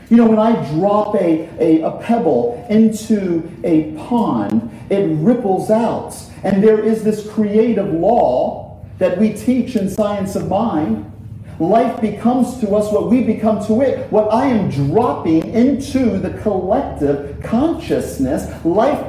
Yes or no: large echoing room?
yes